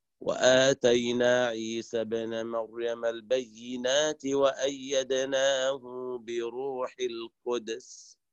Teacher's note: قرأ ابن كثير بصلة هاء الضمير وأيضا بإسكان الدال في كلمة القدس وانفرد بها.